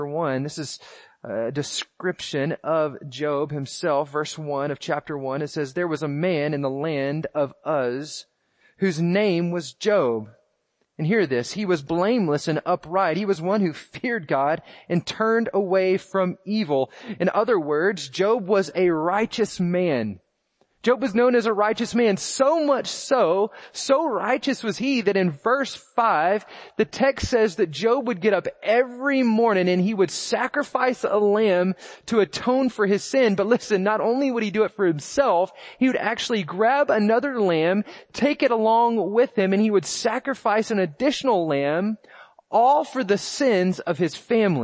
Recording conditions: large echoing room